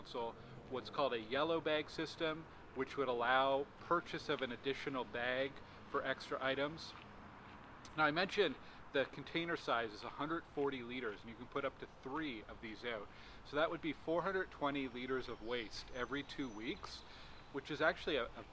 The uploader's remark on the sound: recorded at Village Square Park ahead of today’s Welcome to Stittsville Multicultural Festival